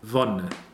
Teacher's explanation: That open O is a very, very open sound.